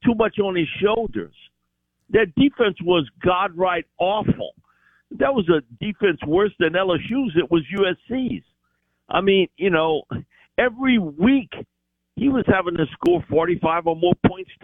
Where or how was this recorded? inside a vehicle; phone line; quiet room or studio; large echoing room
phone line